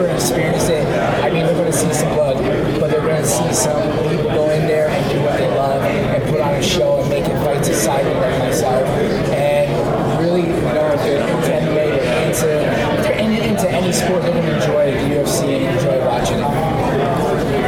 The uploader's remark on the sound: today's press conference in Utica for UFC Fight Night 131